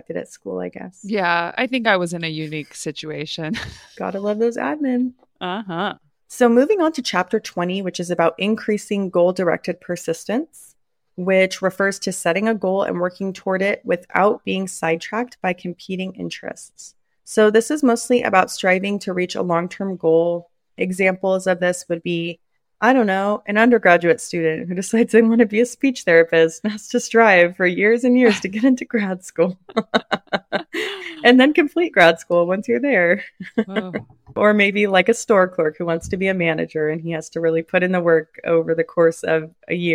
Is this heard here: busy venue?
no